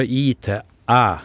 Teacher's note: går fra i til æ, at det bare åpner kjeven, at det begynner sånn i æ.